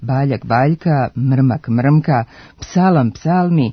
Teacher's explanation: U oblicima Baljak Baljka, Mrmak Mrmka, Psalam Psalmi dolazi do glasovne promjene koja se zove nepostojano A, a svodi se na to da se samoglasnik A nekad pojavljuje, a nekad se gubi u različitim oblicima iste reči